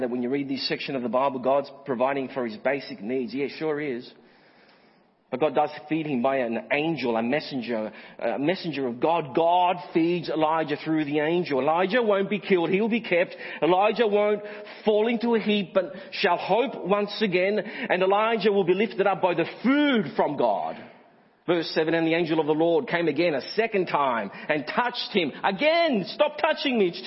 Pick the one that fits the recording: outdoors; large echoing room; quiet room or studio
large echoing room